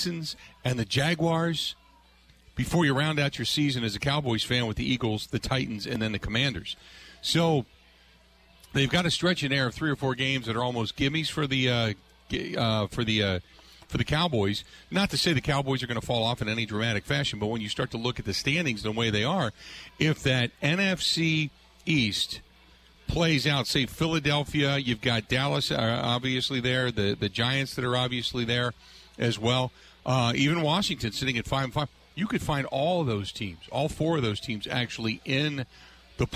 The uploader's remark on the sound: live at the Brat Stop in Kenosha